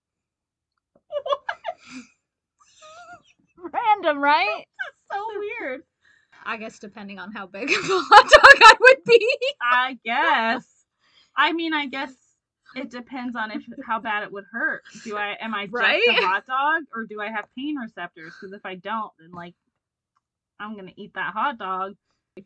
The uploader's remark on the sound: Bear with us on the audio of this and the next couple episodes. We aren't sure what went wonky but we will sort it out and have better quality coming at you asap!